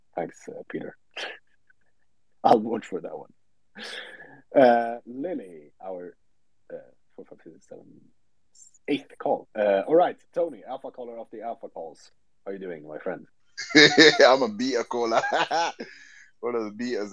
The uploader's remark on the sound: The content in this podcast is a recorded Twitter space hosted on the 22st of November 2022.